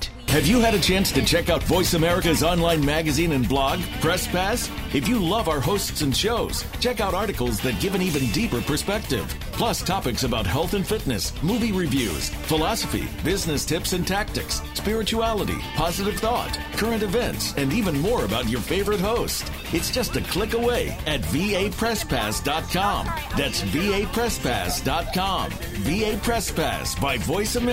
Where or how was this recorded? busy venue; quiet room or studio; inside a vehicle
busy venue